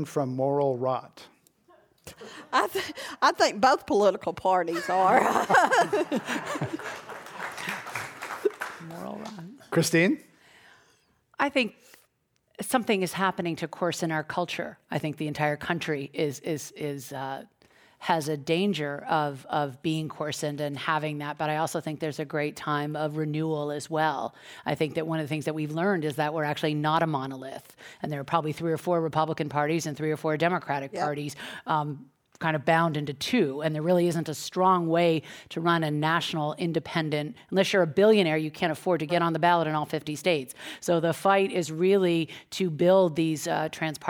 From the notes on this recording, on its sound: This program was recorded live at The Commonwealth Club in San Francisco on March 1, 2018.